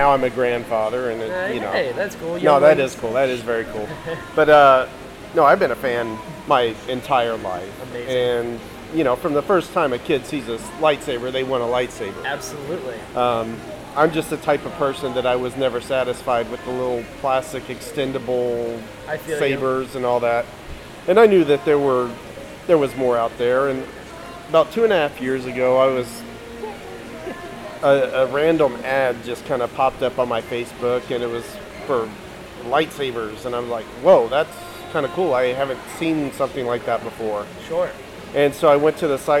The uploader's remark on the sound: I apologize for the background noise/music/stuff. I was still getting the hang of the recorder at the time.